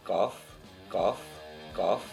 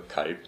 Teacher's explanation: Das ist relativ weit hinten, also noch weiter hinten als das K. · Shown in: first take